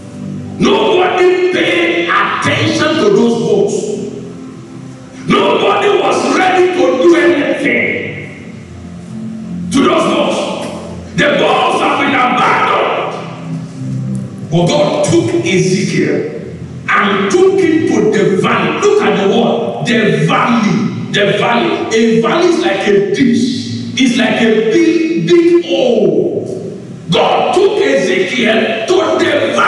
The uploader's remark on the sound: Covenant Champions Global Assembly Live Service